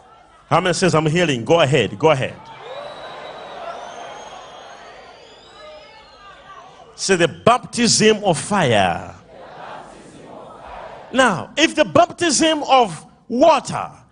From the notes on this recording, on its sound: LIVE MID WEEK SERVICE| ECG CHURCH